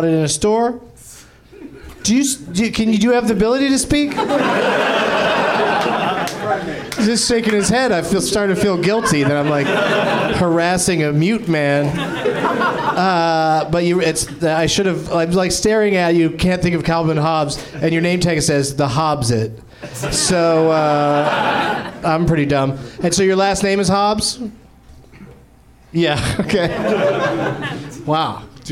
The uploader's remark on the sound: Live from the NerdMelt Showroom in LA